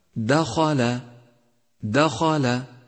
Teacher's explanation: انتبه إلى تفخيم حرف الخاء المفتوح في كلمة دخل، دخل، فقد وقع بين حرفين مرققين هما الدال واللام، فالفظه هكذا دخل، دخل.